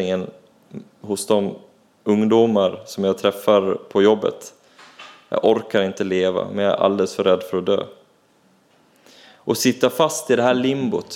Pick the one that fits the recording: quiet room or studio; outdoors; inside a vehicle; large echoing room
large echoing room